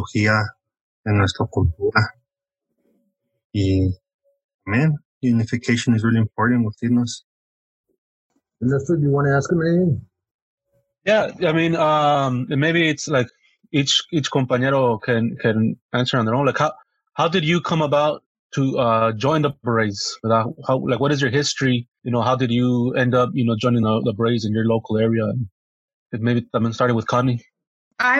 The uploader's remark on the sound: a recording made May 14, 2020 in a Zoom/Facebook live webinar